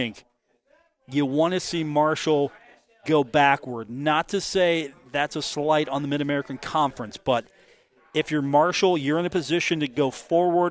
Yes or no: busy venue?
yes